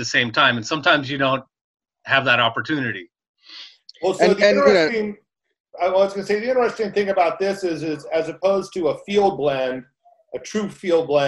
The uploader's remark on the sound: The Wine Makers Podcast did their first Virtual Wine Tasting with Dane Cellars & Sixteen600. They recorded it and decided to release it as a “bonus” show.